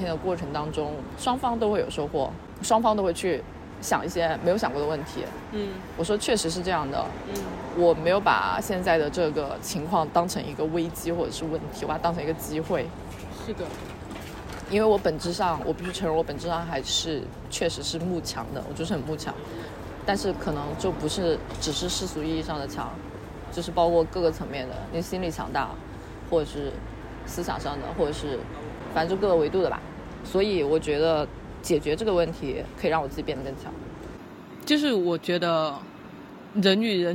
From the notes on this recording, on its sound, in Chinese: 本期播客是在马路边录制的即兴聊天，会有各种各样人间杂音，也可能会有一些录制得不是特别清晰的地方